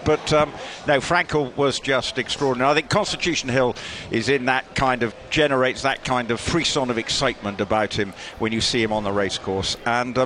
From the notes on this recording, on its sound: live from Aintree